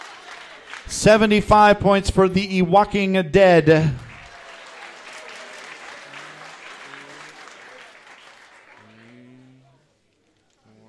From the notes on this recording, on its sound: The Winter Classic Tournament Finals - Live from The Local 907 in Renton!